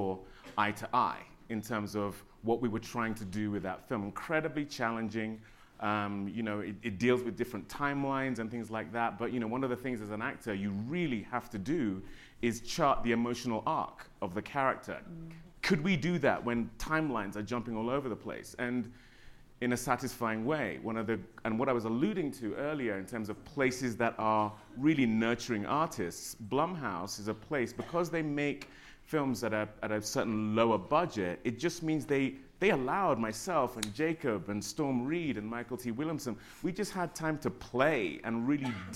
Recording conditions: live audience